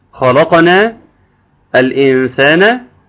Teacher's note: اللام مرققة، نعم يجب أن تكون مرققة وأنا فخمتها